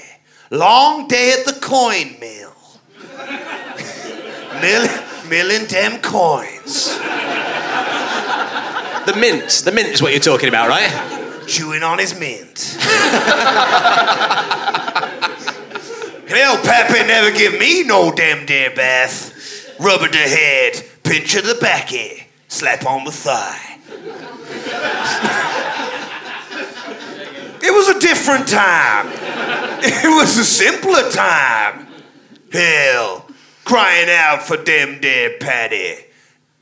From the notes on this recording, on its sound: at the Leicester Comedy Festival for a kettle-themed show